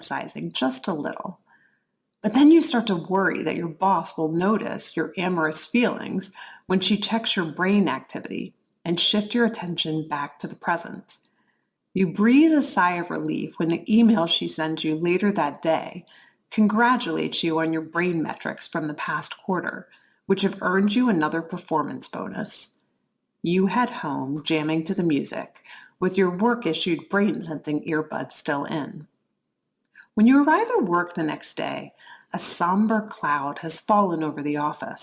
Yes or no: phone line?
no